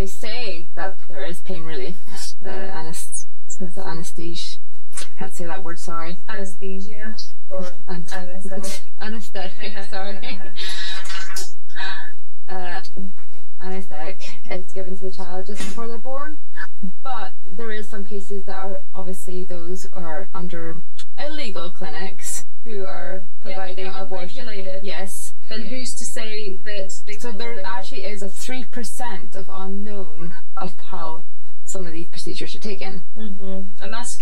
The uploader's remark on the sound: Excuse the broken mic!!